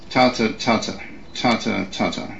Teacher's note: what is the stress pattern for watermelon? Tata, tata. Tata, tata. Strong, weak, strong, weak.